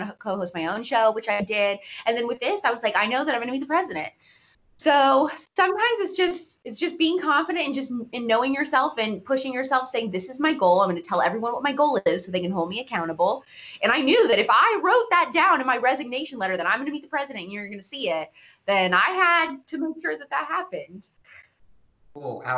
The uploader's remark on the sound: for an interview over SKYPE!